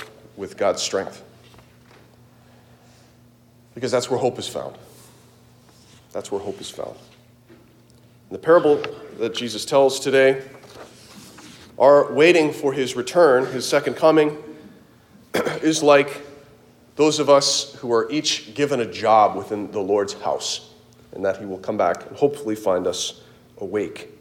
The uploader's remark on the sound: Delivered at Christ the King Church, Kansas City, KS